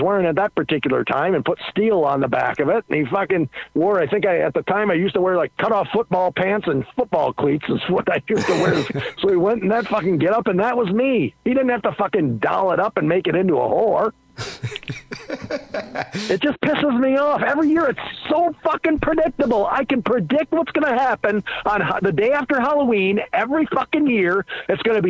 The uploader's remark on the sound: Phone Calls.